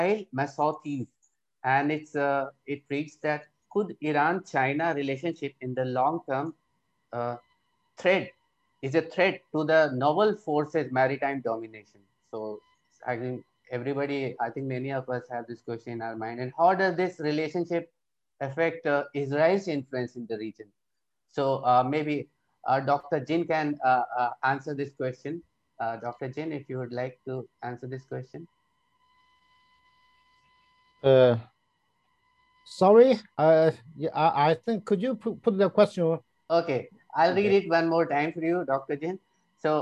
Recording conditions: video call